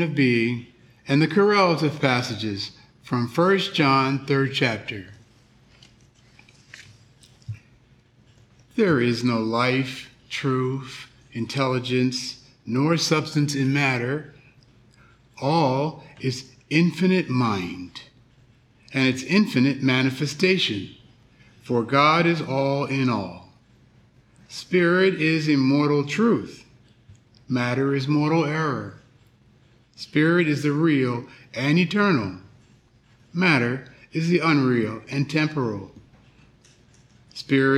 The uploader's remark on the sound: The Sunday service audio